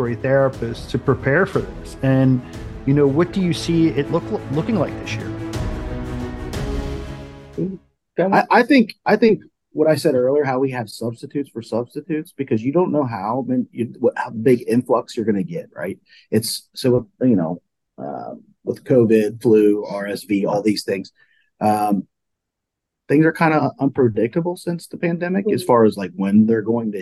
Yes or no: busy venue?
no